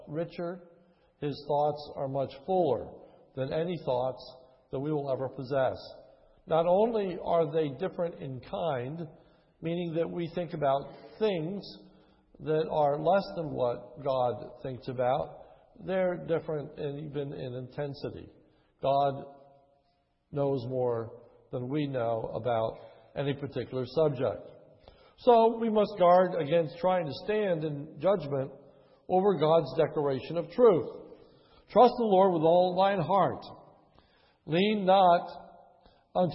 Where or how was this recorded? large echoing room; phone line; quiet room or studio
large echoing room